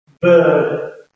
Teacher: It's like a longer schwa.